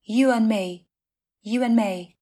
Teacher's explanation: you and me với phụ âm d được lược bỏ sẽ thành you and me, you and me.